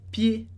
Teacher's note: A gente pronuncia o E, mas não pronuncia o D no final.